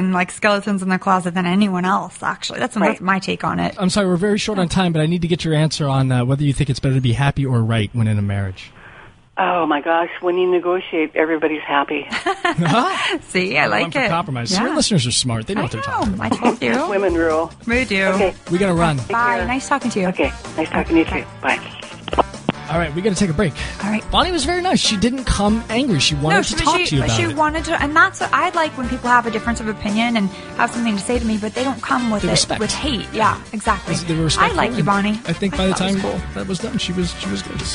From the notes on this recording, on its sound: your listener phone calls